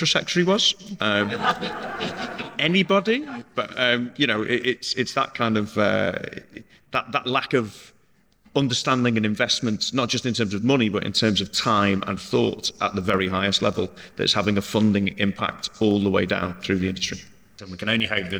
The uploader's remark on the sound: Recorded live onstage at Ticketsolve's Recharge 2023 forum at Conway Hall in London in February